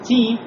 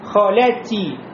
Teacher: да, ти произнес без шипения